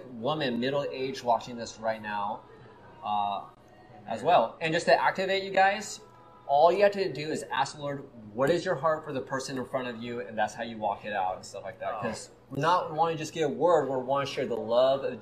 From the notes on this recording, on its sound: Recorded live at the Banyan Tree Cafe at YWAM Kona, HI so please forgive the background noises.